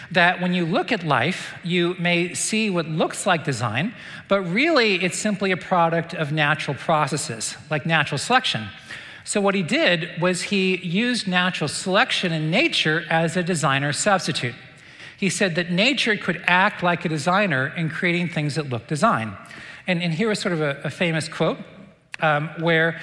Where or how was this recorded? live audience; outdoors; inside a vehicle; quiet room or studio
live audience